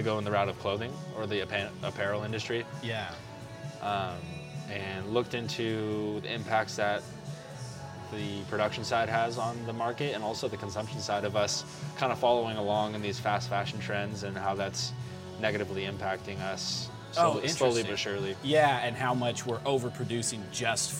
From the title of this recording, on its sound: Recorded on 2-25-2020 at The Public House